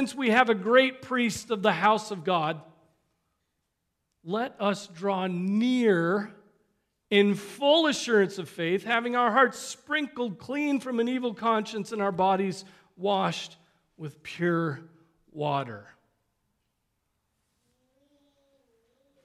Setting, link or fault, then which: setting, large echoing room